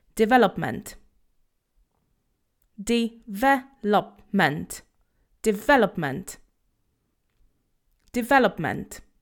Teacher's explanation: Remember that the stress is on the ve syllable, development. So there is no O sound.